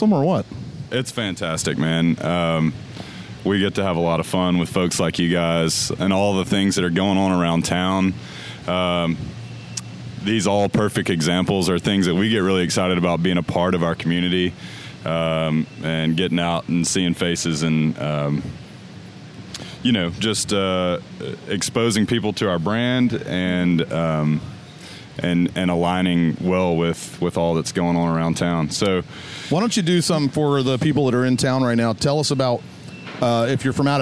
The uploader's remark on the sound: live from the Grayton Beer Company Tap Room